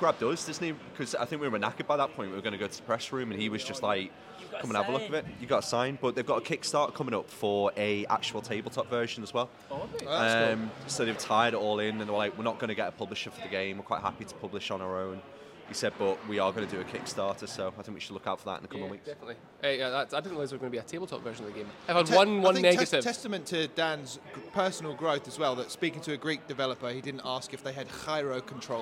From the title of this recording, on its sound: EGX 2022 LIVE!